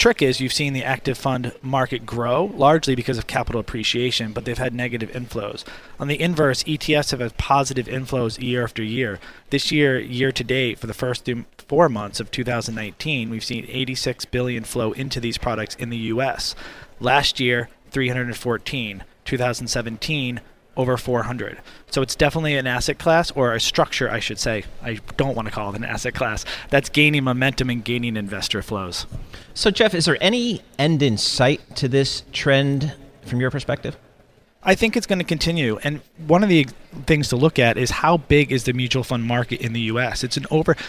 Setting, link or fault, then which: setting, busy venue